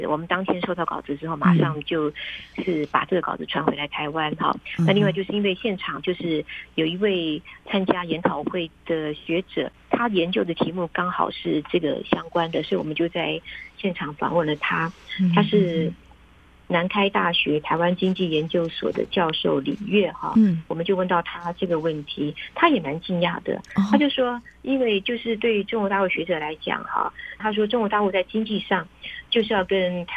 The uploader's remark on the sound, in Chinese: 連線訪問中央社駐北京記者